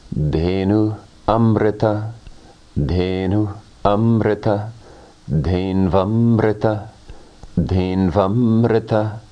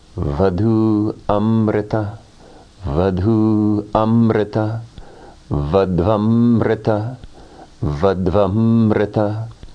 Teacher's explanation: Guru ekatvam, gurvekatvam, gurvekatvam, the oneness of the guru. U followed by another vowel changes to V.